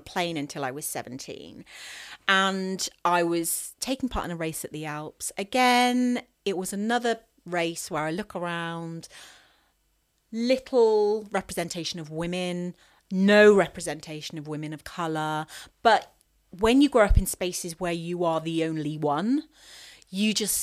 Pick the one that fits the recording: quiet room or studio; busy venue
quiet room or studio